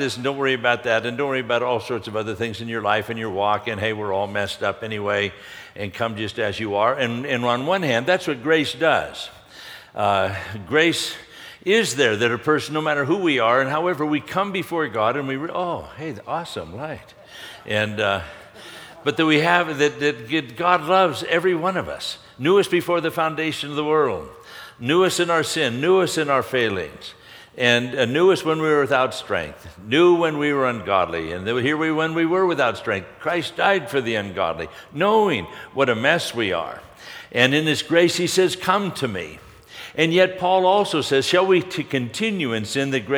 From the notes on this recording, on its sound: from the 2016 Southwest Men's Conference, Men of Character